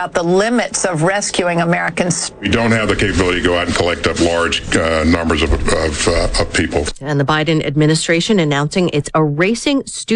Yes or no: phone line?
yes